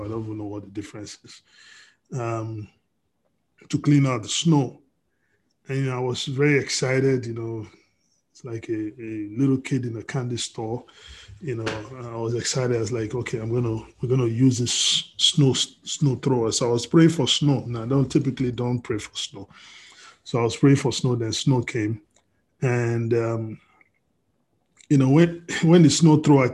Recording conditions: video call